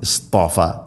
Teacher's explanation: അതുപോലെ ത്വാ സ്വാദും ത്വാവുമെല്ലാം സ്വരഭാരത്തിൽ ഉച്ചരിക്കേണ്ട അക്ഷരമാണ്, ഇസ്തിഇലാന്റെ അക്ഷരമാണ്. സ്വാദ് ഉച്ചരിക്കുന്ന സമയത്ത് നാവിൻ്റെ മധ്യഭാഗം അണ്ണാക്കിലേക്ക് ഉയർന്നു നിൽക്കണം. ത്വാ ഉച്ചരിക്കുന്ന സമയത്ത് നാവിൻ്റെ മധ്യഭാഗം അണ്ണാക്കിലേക്ക് ചേർന്ന് നിൽക്കണം.